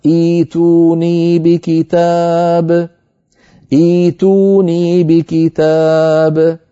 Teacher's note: ضمت التاء لمجانسة واو الجماعة